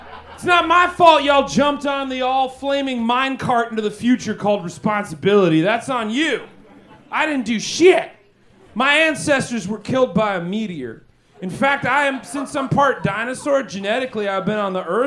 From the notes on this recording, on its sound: Recorded LIVE at Chicago’s Historic Green Mill Lounge on February 17th 2024 for The Paper Machete